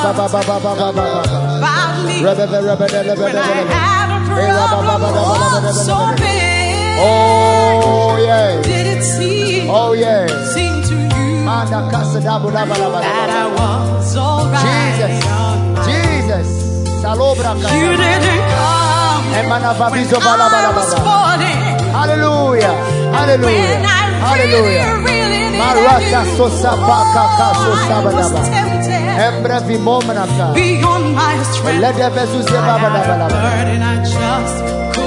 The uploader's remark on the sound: This Monday’s message has been extracted from the latest FLOW church sermon preached.